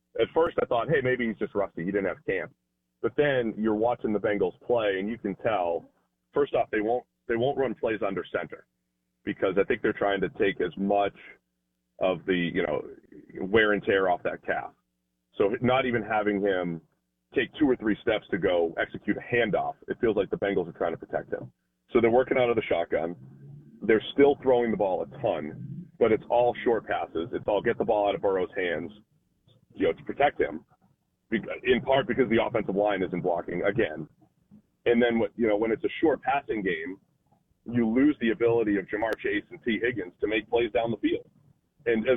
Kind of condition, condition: link, phone line